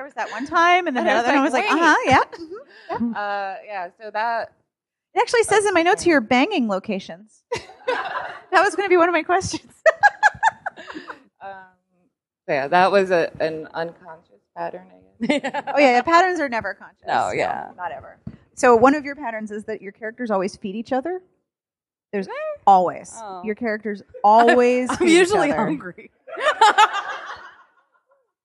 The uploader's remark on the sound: Thanks to Politics and Prose on the Wharf, I have the audio of the November 29, 2017, panel